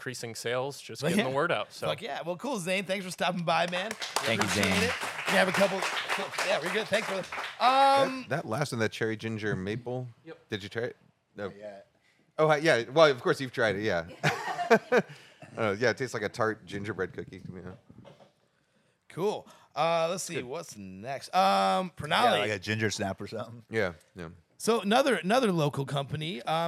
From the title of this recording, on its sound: The One Year Anniversary Live Podcast